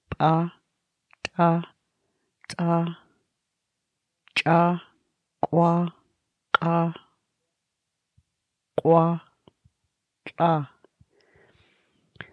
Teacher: All the salient stop sounds that follow are glottalized sounds. Each of these stop sounds is followed by a vigorous glottalic release of air. · Term: glottalized stops